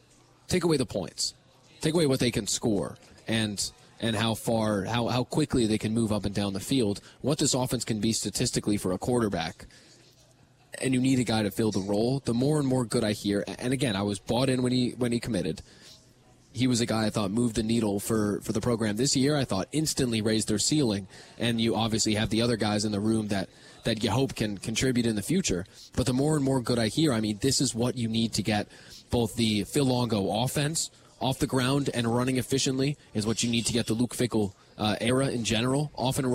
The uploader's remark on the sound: live at Monk's in Sun Prairie